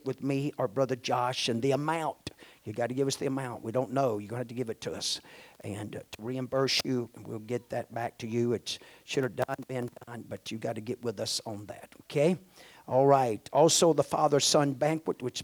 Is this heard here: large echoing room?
yes